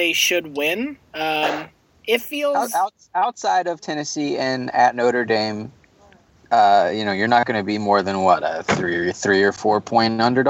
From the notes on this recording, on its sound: He's in a car, which sounds way better than you expect it to, really.